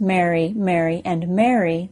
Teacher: it is pronounced more like a short E followed by an R sound, it is often spelled like a long A. · Term: A-I-R sound